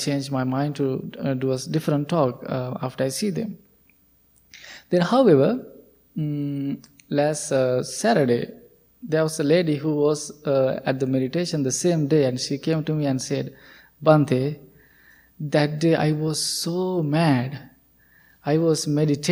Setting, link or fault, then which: setting, large echoing room